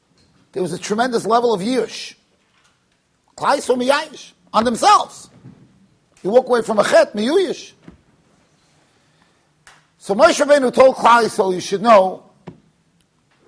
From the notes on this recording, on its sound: Shiur recorded in Yeshivas Ohr Reuven, Monsey NY.